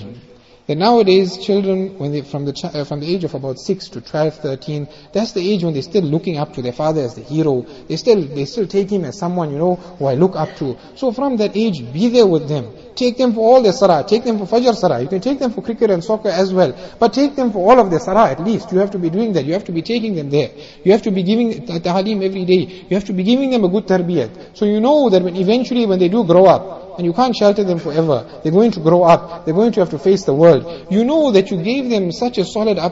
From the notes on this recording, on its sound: Jumuah Lecture